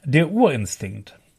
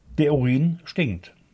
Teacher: Mit einer klitzekleinen Pause, einer Rhythmusänderung nach Uhr, erhalten wir eine völlig neue Bedeutung. · Shown in: second take